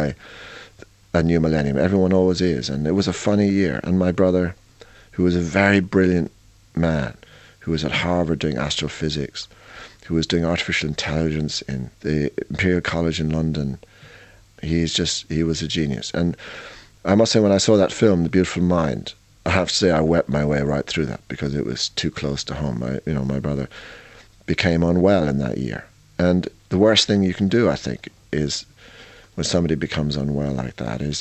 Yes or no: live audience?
no